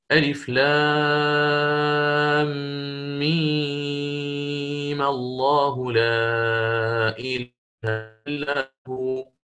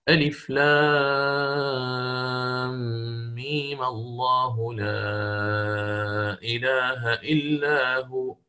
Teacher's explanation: إشباع المد مع فتح الميم · Shown in: first take · ألف لام ميم الله لا إله إلا هو، أو بالقصر ألف لام ميم الله لا إله إلا هو.